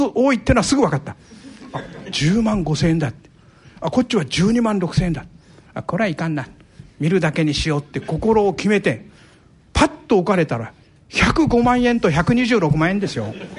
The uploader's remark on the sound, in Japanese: ラジオＮＩＫＫＥＩの新社屋がある虎ノ門琴平タワーにて開催された、ラジオＮＩＫＫＥＩ開局６０周年記念「マーケット・健康寄席」の模様をお送りします。同公開録音の後半部分をお聞きいただきます。講演会『投資の極意』の模様。